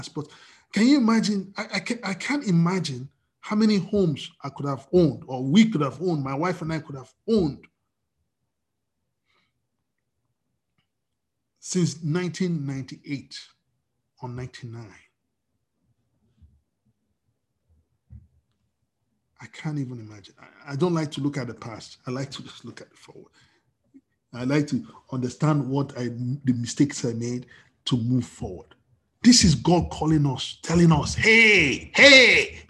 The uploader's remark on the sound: We are on Zoom now.